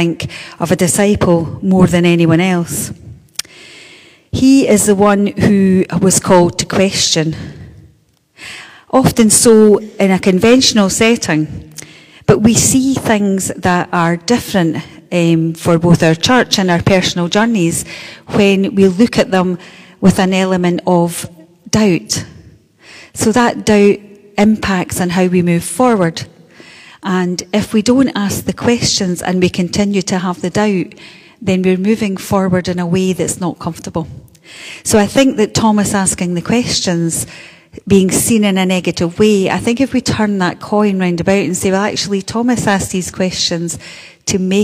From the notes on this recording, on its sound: Live from The Old Kirk. Our live stream of todays service.